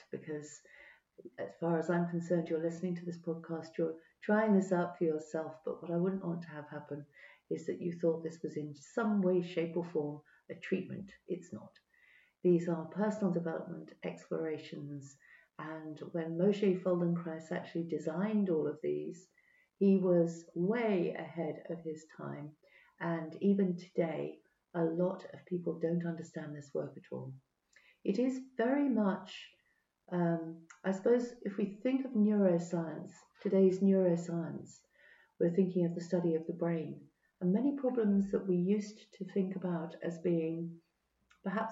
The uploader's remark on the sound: Sorry but the quality of the recording isn't so good, the yeti microphone may not have been picked up by audacity, typical tech issues !